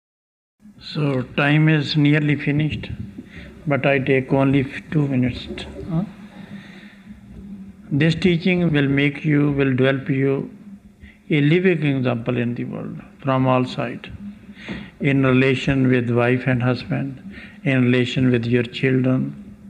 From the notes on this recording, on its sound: Lecture from 17th July 1991 in Landshut, Germany